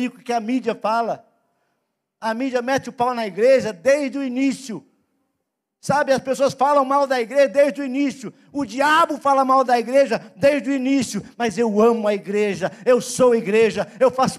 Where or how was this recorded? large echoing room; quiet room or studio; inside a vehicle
large echoing room